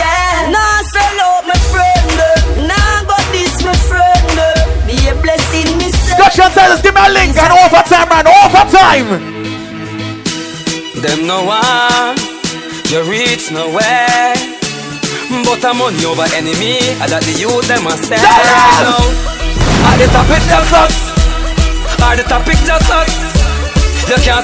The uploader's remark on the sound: LIVE AT FOF POOLSIDE OCT 2015